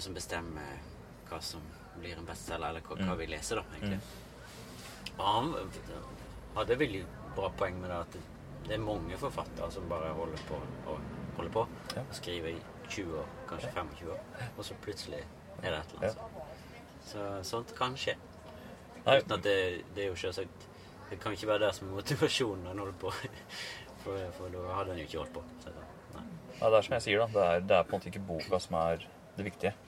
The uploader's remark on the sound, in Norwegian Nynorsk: Ein heilt vanleg dag i ei gamal campingvogn på torget i ein norsk småby. Opptaket blei gjort i ei campingvogn frå 1978, midt på Stortorget i Lillehammer ein solfylt føremiddag under Norsk Litteraturfestival 2023.